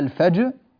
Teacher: نعطي الساكن الأول حقه من القلقلة ونعطي الساكن الثاني حقه من البينية